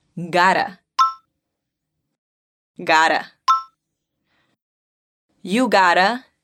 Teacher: aunque se escribe con la doble T, termina sonando como una R suave de español